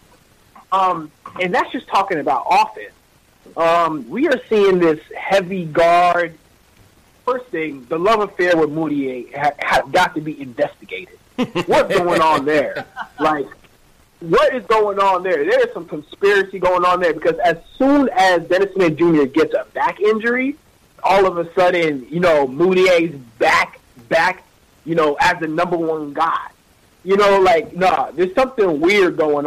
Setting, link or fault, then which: link, phone line